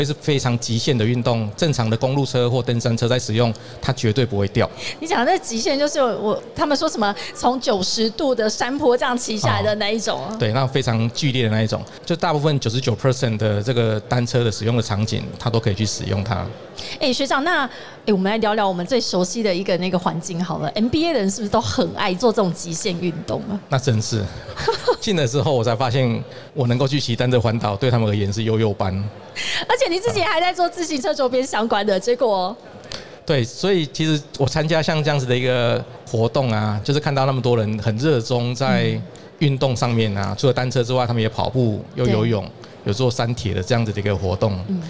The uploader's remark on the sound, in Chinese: 2022 Taipei Cycle台北國際自行車展-Live Podcast。